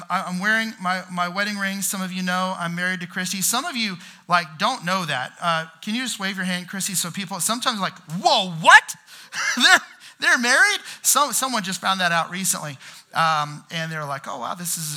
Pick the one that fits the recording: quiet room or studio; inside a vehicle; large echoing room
large echoing room